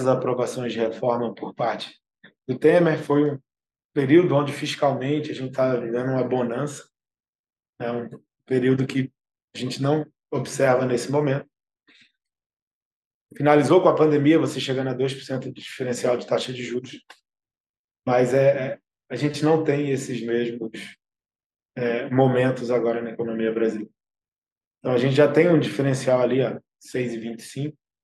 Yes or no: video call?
yes